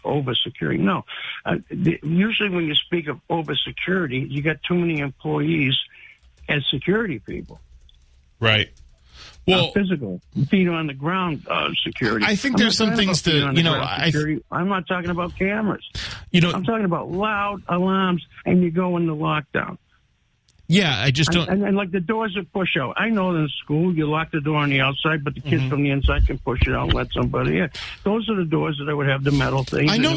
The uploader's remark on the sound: takes calls from the audience